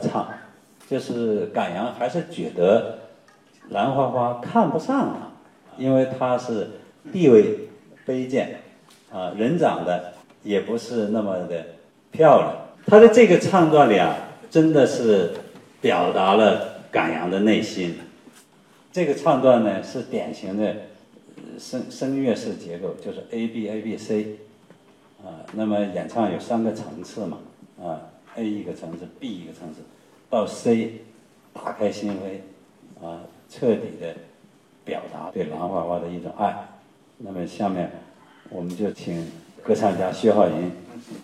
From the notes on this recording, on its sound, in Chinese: 今天的节目中，剧小院就带大家来到赏听会现场，抢先感受一下这部歌剧的音乐魅力。